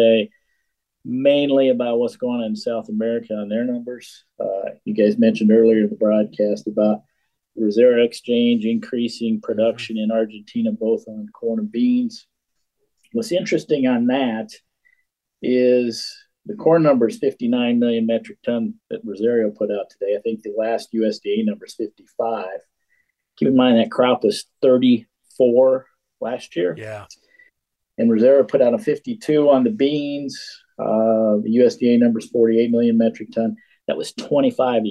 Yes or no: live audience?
no